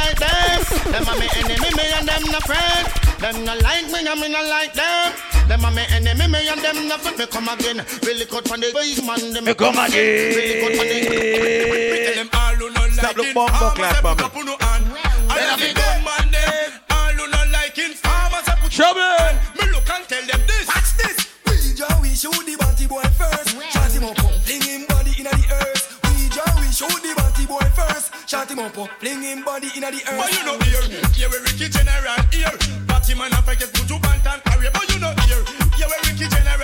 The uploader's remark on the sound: LIVE AT RUMPUNCH BRUNCH